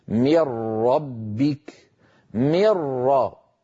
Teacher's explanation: انظروا كيف أنني أنتقل عند النطق من الميم إلى الراء مباشرة، ولا يبقى من النون شيء، لا جزءها اللساني ولا غنتها · Term: الإدغام